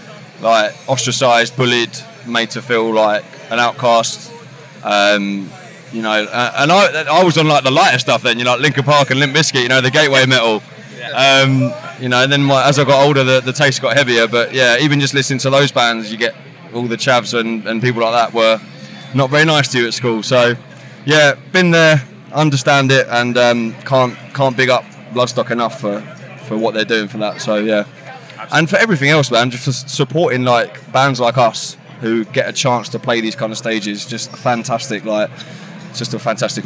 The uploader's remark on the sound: Live from Bloodstock 2023.